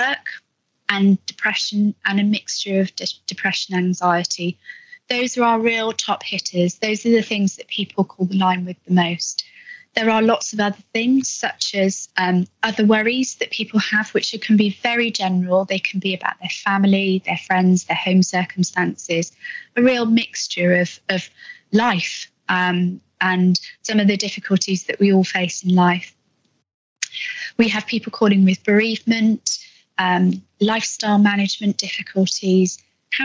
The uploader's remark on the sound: Live discussion at the Somerset Virtual Wellbeing Conference 2021. Supporting the Supporters LIVE. In a live discussion at the Somerset Virtual Wellbeing Conference 2021 on the SEW Colleague Support Line.